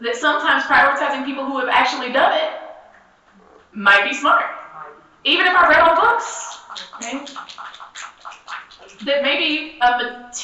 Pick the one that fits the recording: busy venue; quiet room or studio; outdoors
busy venue